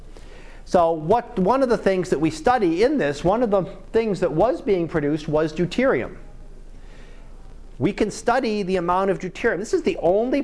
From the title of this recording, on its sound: Live Class Lecture